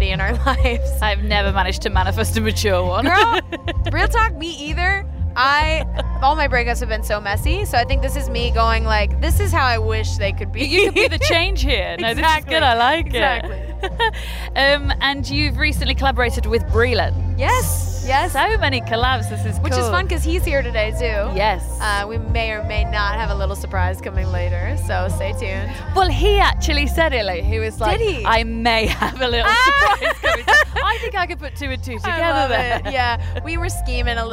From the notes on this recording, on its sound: Backstage at The Long Road Festival at Stanford Hall, Leicestershire.